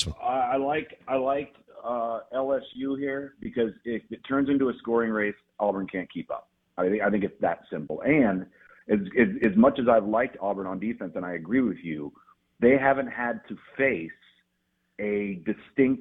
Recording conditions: phone line